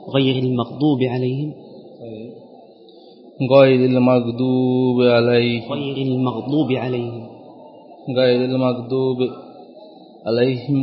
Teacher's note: في آية غير المغضوب عليهم لا تمد الواو